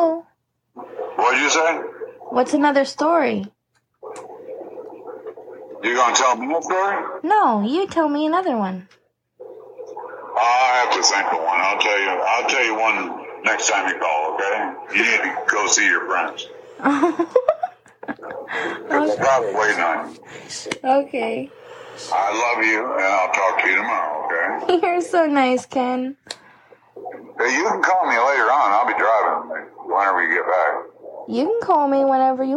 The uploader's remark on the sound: We release another phone call. It's once again an older conversation that long-time supporters may remember.